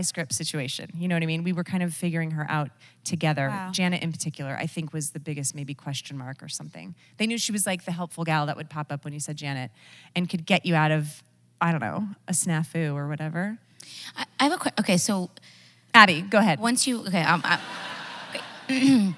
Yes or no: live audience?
yes